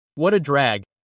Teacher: The T becomes a soft R.